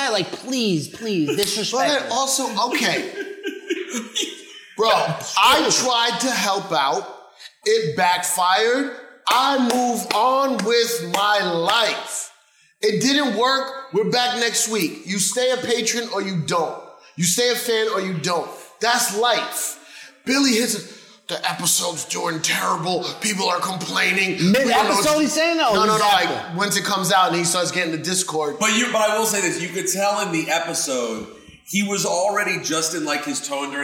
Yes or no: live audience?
yes